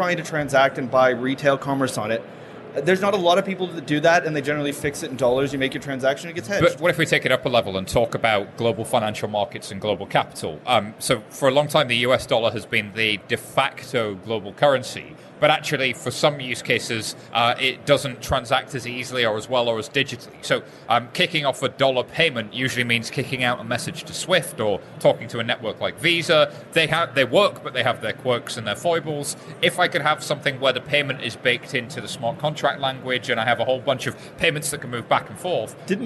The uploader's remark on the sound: Live at the Blockchain Insider stand.